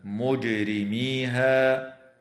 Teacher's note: وتقلقل الجيم في كلمة مجرميها